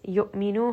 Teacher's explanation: hamza has a jahr, so make sure you are stopping that sound, giving it that correct amount of jerkiness.